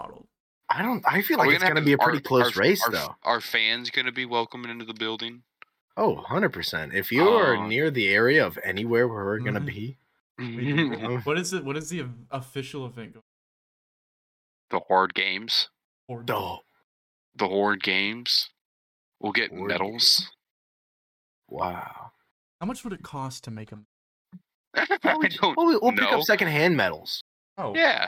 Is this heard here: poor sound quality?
yes